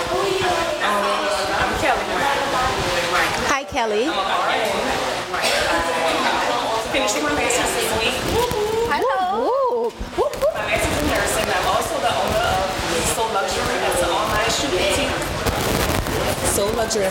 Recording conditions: background noise